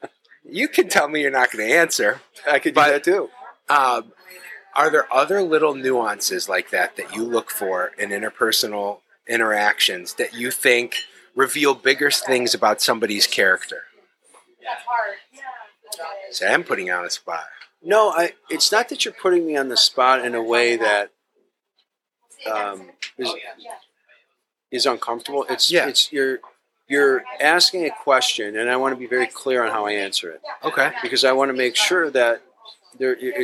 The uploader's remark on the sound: This episode was recorded at the delightful Stownut Donut & Diner.